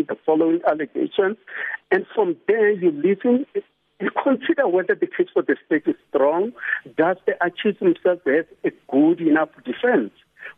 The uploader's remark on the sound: joins us on the line